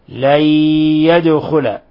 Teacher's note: جاء بعدها حرف الياء وبما أن حرف الياء من حروف ينمو فلنضغم النون في الياء إضغاما بغنة